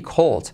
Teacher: Y la L casi no se pronuncia, pero está ahí.